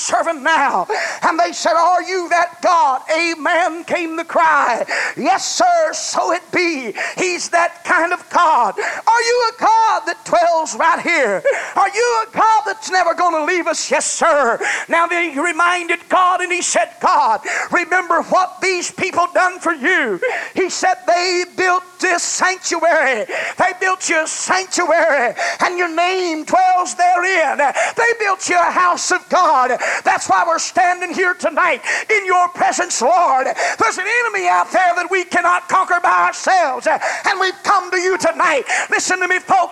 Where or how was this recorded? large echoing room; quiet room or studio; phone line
large echoing room